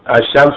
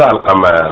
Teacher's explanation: و الف بلام قمری که عرض میشه خدمتشون باید رعایت بشه، در شمسی ادغام لامش ادغام بشه و در قمری لامش خونده بشه